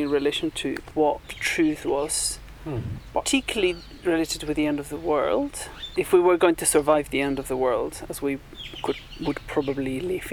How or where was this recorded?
outdoors